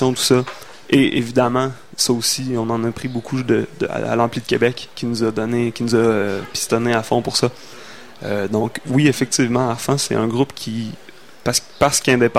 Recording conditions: busy venue